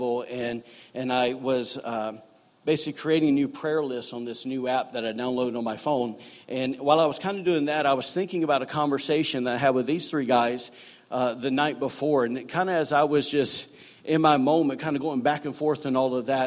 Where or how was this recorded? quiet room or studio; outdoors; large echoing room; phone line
large echoing room